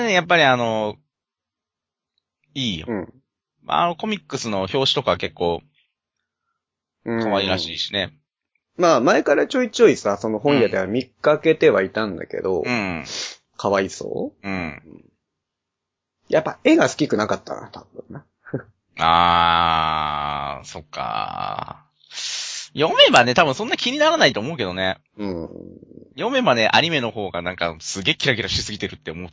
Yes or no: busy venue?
no